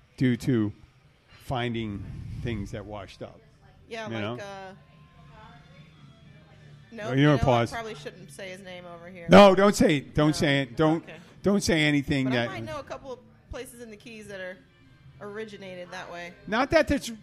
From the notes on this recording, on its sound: The Catch Restaurant-Keys Bartender. Our first show on location in 15 months, from the Catch in Key Largo. Two regulars of the Catch join.